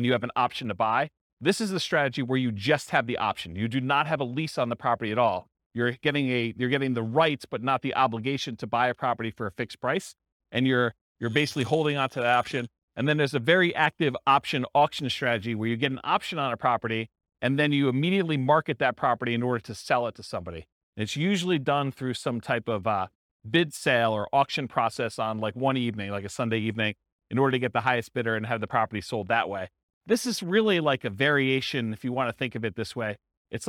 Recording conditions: live audience